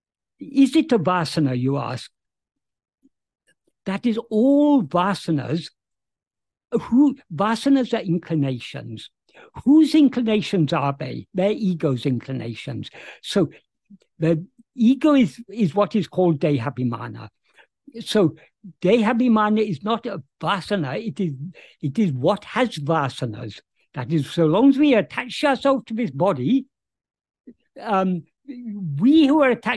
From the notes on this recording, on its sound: In a Zoom meeting with the Ramana Maharshi Foundation UK on 11th November 2023